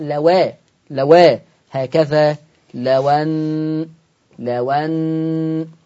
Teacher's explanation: هنقل الفتحة اللي على الهمزة وتروح على الواو فتبقى واو مفتوحة فتقرأ لواء لواء، هكذا لوان لوان.